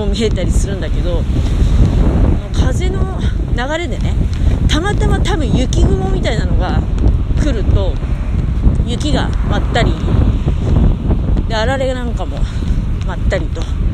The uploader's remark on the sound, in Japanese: 強風の中をひとり歩きながら喋る